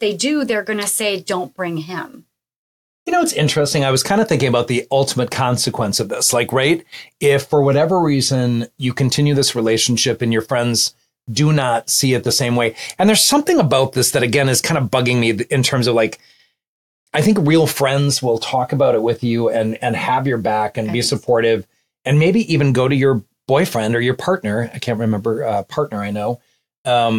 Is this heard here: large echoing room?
no